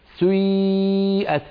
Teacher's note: تبدأين بضمة ثم تتبعينها بكسرة بعدها ياء خالصة